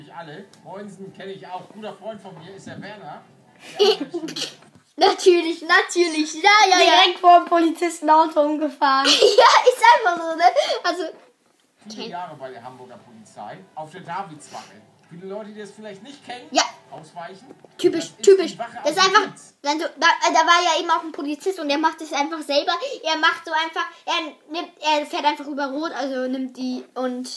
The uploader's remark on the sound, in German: Meine Mutter hat die Aufnahme zerstört.